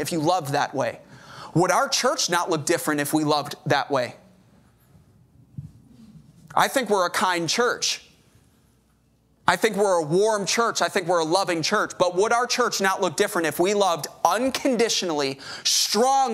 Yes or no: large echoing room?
yes